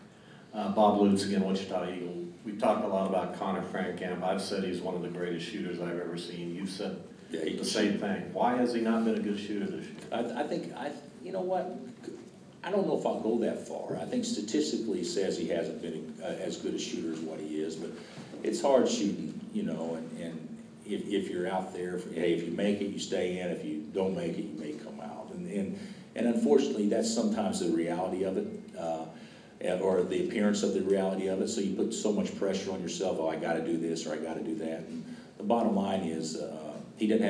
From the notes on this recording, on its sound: Press Conferences & Post-Game Interviews.